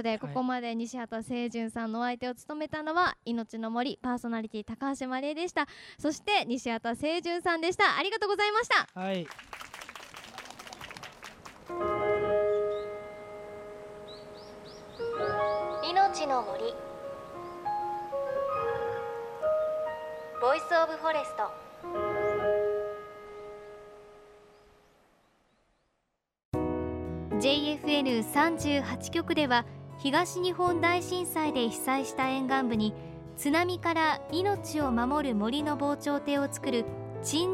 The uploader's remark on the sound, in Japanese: トークイベントの模様をお届けします。このトークイベントは、東京代々木にある、世界の珍しい植物あふれる商業施設。